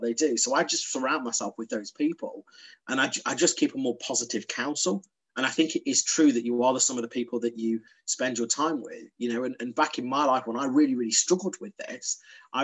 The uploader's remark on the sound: Over zoom from the Zen Den.